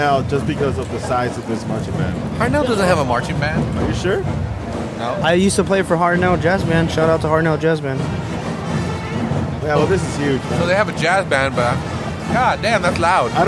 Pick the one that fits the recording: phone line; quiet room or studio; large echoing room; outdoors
outdoors